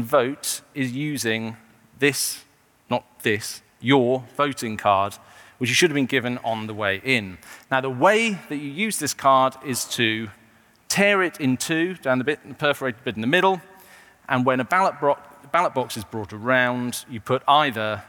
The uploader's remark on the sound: In this event, recorded in 2017.